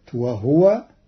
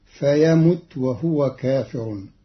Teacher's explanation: قرأ قالون كلمة وهو بإسكان الهاء، وهو جار على لسان العرب